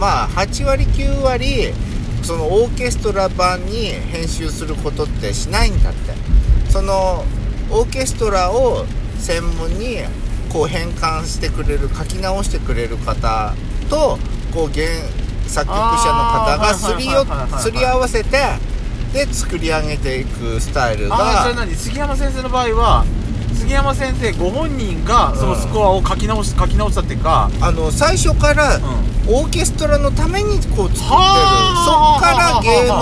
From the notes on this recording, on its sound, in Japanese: 毎年ゴールデンウィークに山形で開催されているドラクエの音楽を生オーケストラで聴けるコンサート。雨ノイズ入ってます。